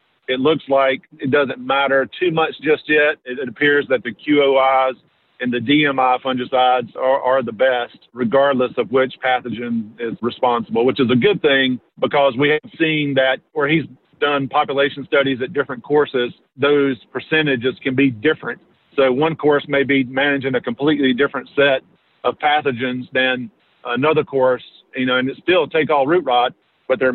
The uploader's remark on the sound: as he’s driving to the mountains of North Carolina!